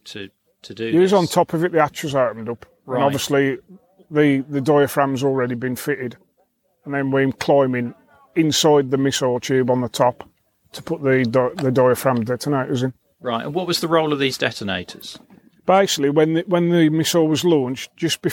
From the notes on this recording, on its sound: This episode was recorded at the Hack Green Nuclear Bunker Soviet Threat event so you will hear some background noise.